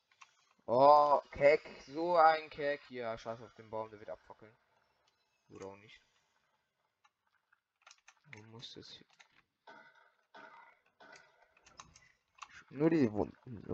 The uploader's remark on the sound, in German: die Audio Qualität ist wieder mal scheisse